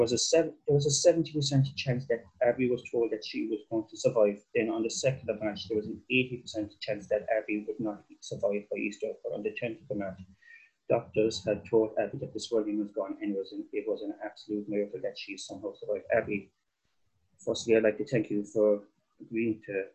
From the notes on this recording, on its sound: Over Zoom as she tells me her story.